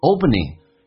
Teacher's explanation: ing 形式后鼻音在听力当中、口语化当中都是发成前鼻音